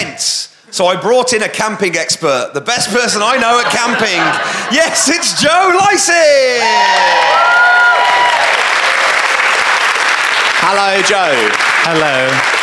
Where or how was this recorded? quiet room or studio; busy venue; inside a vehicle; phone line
busy venue